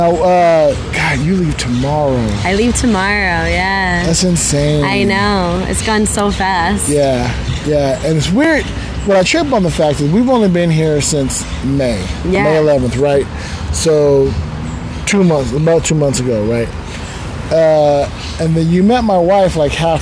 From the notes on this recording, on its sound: Recording from a park bench in Malaga Central